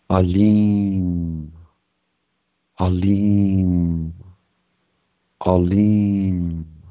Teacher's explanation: one exaggerates or accentuates or elongates actually the second syllable